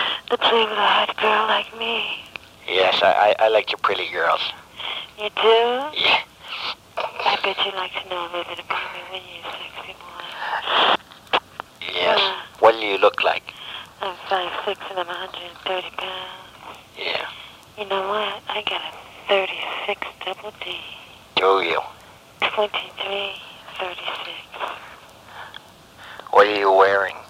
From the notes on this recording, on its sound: Prank Phone Calls.